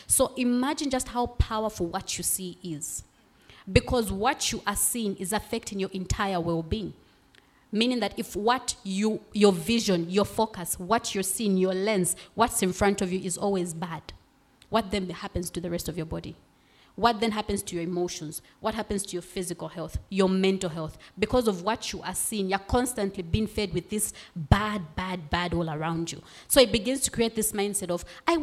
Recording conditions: live audience